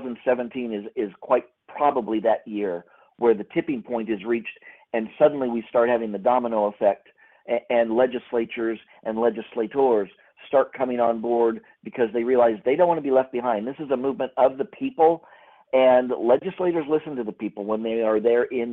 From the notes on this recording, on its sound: recorded earlier this week during a Convention of States leadership conference call